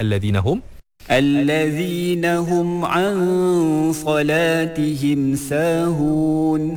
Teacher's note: bila kita ikhfakkan huruf sad tu, ikhfa tu dah bunyi dah tebal